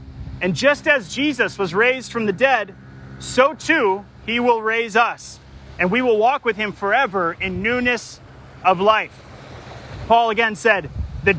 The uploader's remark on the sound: Delivered live, at Crosby Regional Park in St. Paul, MN.